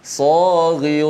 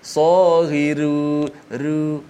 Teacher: ru bagi depan automatik dibaca dengan tebal · Shown in: first take